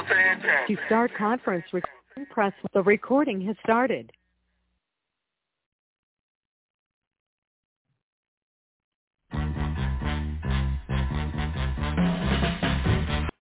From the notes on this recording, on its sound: TNTSuperfantastic Conference Call